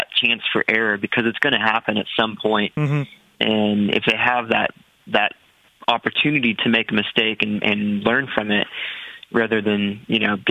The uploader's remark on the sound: After a couple in studio guests had pressing issues come up, why not have a bunch of long form phone guests hosts tonight? Phone in with the guest host appearances to add a different dynamic to the show.